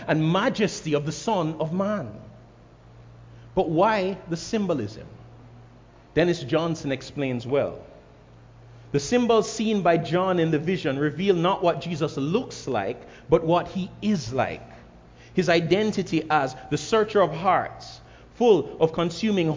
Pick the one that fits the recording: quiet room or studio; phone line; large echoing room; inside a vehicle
large echoing room